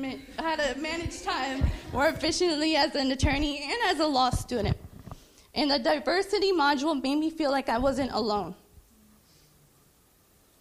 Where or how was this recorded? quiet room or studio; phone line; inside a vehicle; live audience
live audience